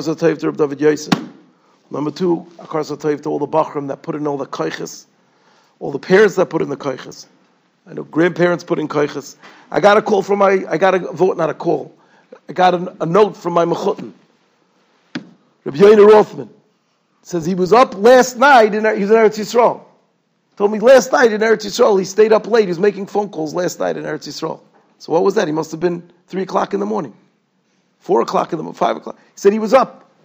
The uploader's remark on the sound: Shiur recorded in Yeshivas Ohr Reuven, Monsey, NY.